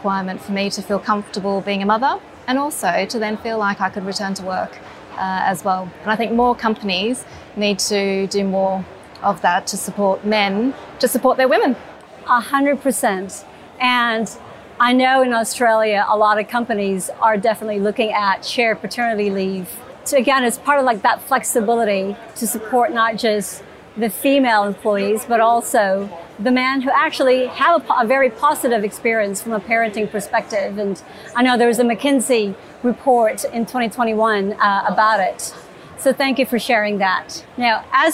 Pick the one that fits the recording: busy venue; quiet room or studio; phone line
busy venue